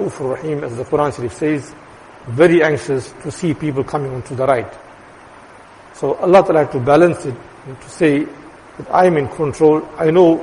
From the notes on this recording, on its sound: Jumuah lecture